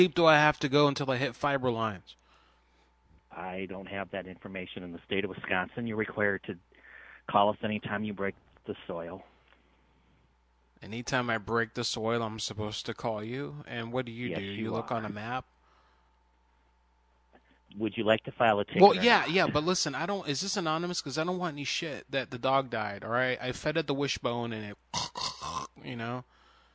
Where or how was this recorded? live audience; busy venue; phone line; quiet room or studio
phone line